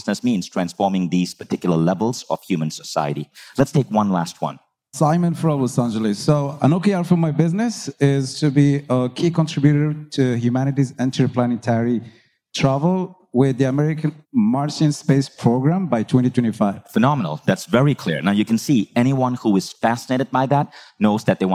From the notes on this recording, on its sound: Live from Bali's A-Fest stage.